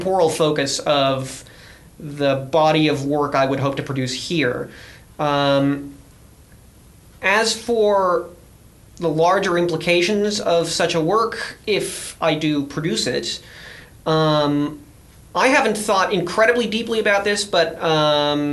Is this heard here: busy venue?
no